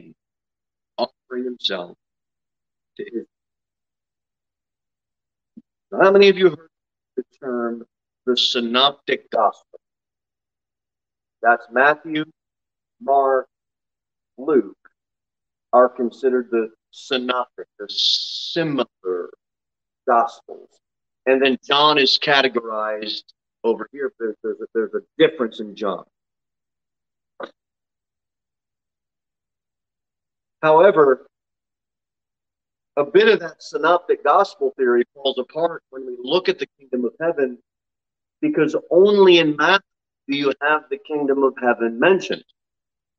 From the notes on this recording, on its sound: Sermon delivered at Pilgrim Baptist Church on Thursday, August 18, 2022 at 6:15 pm. Jere Whitson Rd.